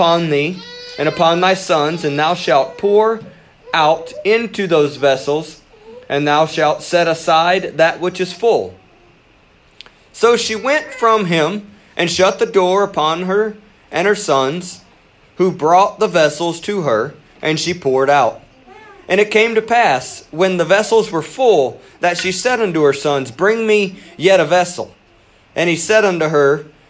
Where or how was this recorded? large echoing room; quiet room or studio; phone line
large echoing room